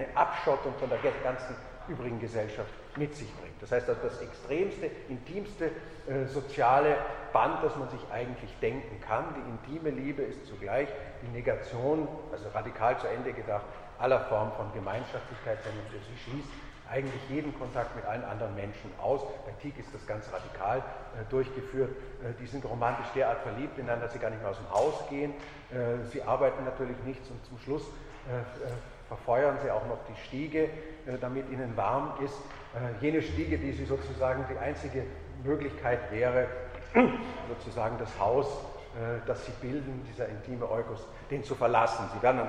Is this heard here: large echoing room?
yes